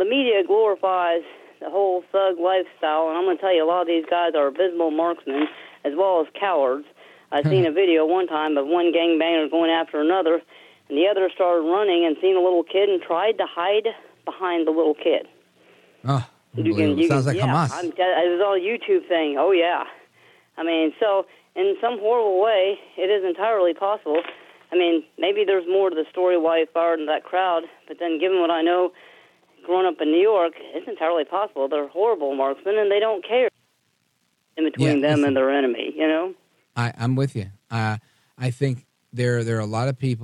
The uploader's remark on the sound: we take your calls in open phones across America.